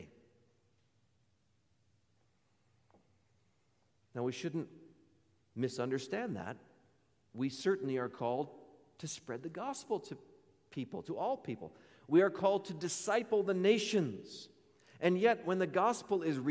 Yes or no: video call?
no